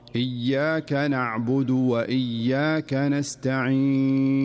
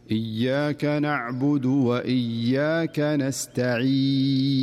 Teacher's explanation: لاحظ الياء فيها غنة زائدة، والصحيح أنها صافية ولا يوجد فيها غنة أبدا حرف الياء · Shown in: second take